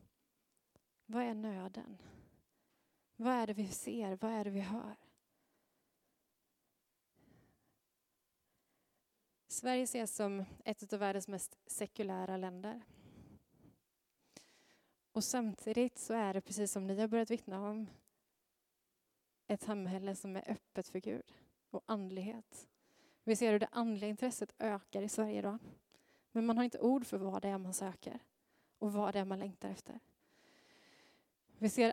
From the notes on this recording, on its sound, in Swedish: Inspelning från Möte:Mission i Immanuelskyrkan Skövde.